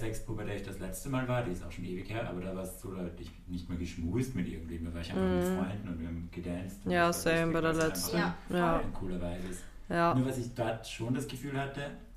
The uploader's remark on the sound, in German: ihr könnt uns leider nicht so gut hören